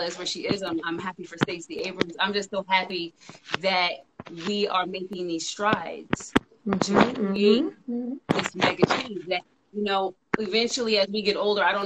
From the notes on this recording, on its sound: a special Instagram Live #WFH edition